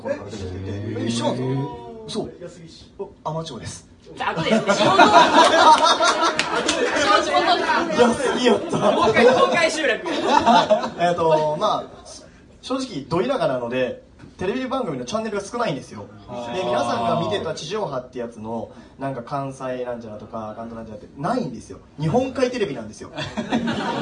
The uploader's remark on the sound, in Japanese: In 特ロボ祭SF16。初の公開生収録！！会場：京都祇園アニソン＋ボカロCafe＆Barスワロウテイル。